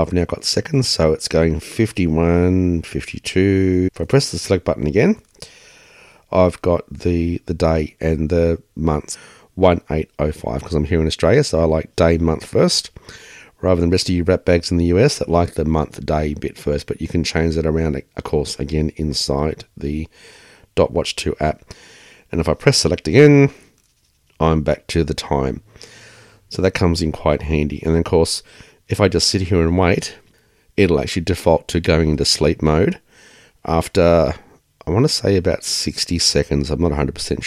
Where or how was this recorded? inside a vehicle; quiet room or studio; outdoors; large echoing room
quiet room or studio